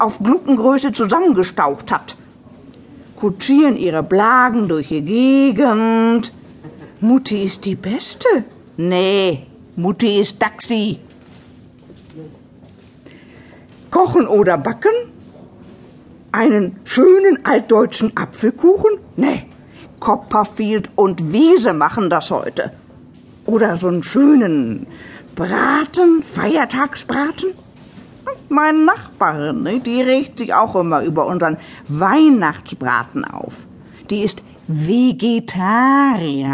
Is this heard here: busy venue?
no